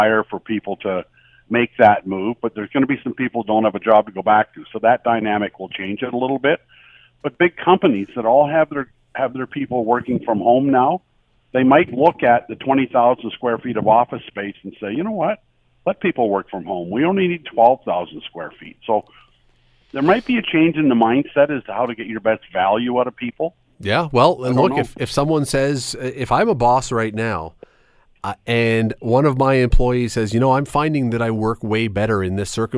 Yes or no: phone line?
yes